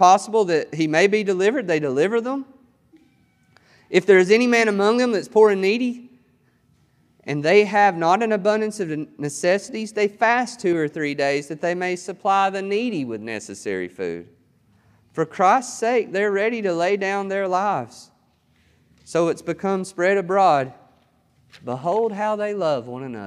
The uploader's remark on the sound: This sermon was recorded on July 18th, 2021 at Matthew's Table Church in Cleveland, TN